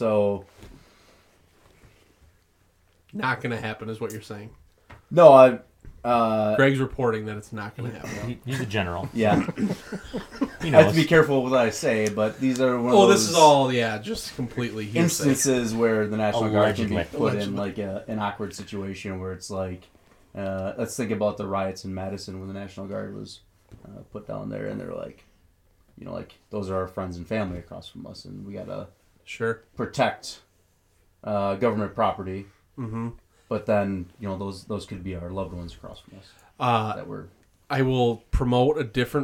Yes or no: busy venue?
no